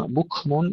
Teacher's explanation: صم بكم، ننتبه إلى غنة الميم المشددة قبل غنة الإخفاء الشفوي. ثم بكم، إظهار الكاف مع همسها بدون قلقلة